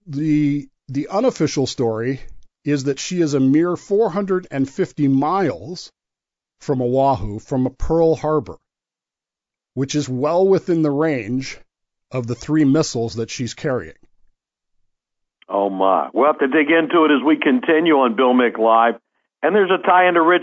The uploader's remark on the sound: The WMMB computer failed, necessitating the show be done by telephone rather than the normal method via computer.